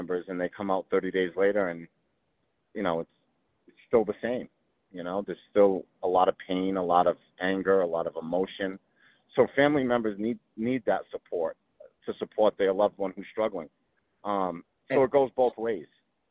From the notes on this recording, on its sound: Quick 15 minute phone call. Calls in while driving into NYC (the audio is a little choppy).